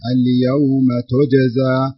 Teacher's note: اليوم تجزى، لاحظي الجيم هنا مقلقلة